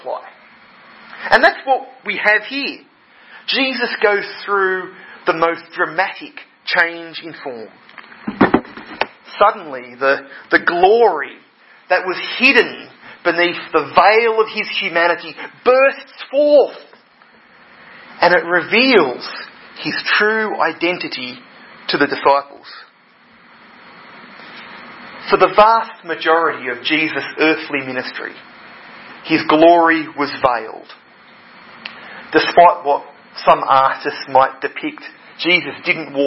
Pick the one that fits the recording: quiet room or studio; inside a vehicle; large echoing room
large echoing room